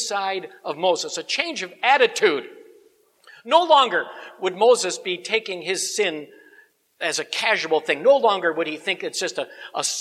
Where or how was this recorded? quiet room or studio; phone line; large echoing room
large echoing room